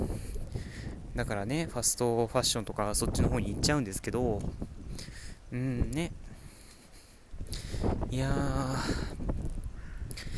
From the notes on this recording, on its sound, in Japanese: (爆音注意)。本収録した帰り道、強風の中ふつうにしゃべります。